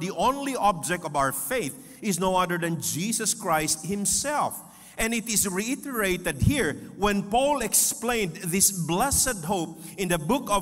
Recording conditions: live audience